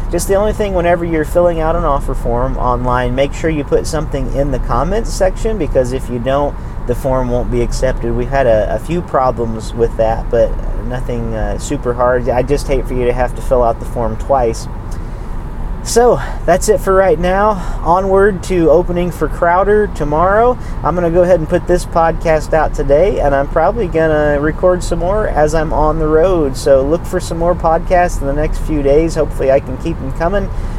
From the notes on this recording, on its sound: This episode was recorded on the road after a viewing of the movie, Suicide Squad. This episode was recorded completely from my iPhone as a way of experimenting with new recording software.